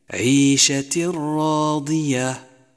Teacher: وكذلك الحال في قوله تعالى: عيشة راضية، جاء التنوين وبعده حرف الراء، أدغم التنوين في حرف الراء وشدد حرف الراء وانتفت الغنة نهائيا: عيشة راضية. · Term: إدغام بلا غنة